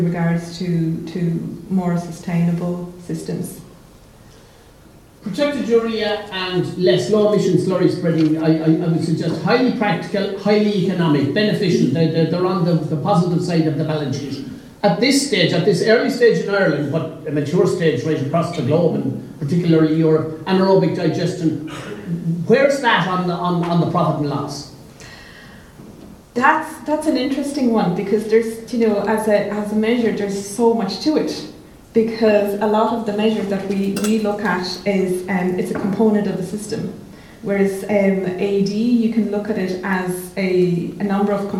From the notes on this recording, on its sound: A recording of the Teagasc National Beef Conference panel discussion. Which took place on the 13th December in the Shearwater hotel, Ballinasloe.